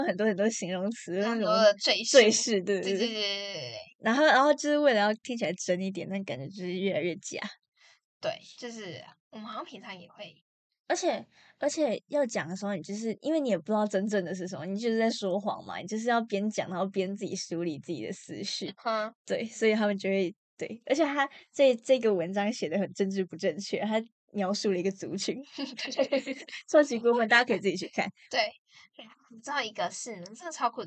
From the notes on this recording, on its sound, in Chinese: 音質大出包！！！這集有人忘記帶轉接頭了，所以音質在傳輸中被壓縮的聽起來很荒唐，請大家見諒！聽起來很像AI合成出來的XD。